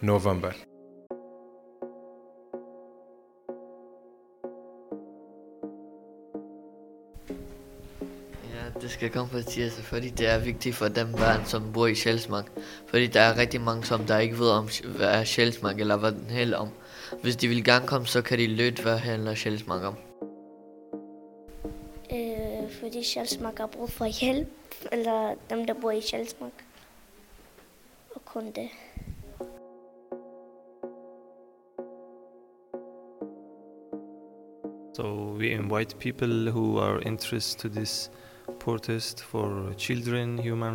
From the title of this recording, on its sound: Sjælsmark protest at Parliament